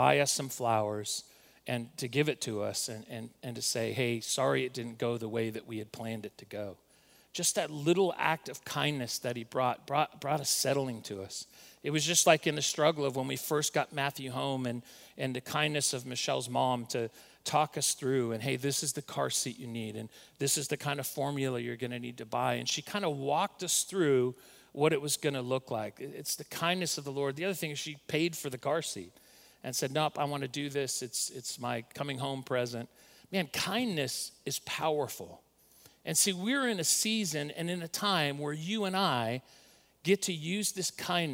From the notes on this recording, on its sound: recorded at Northlands Church on April 5, 2020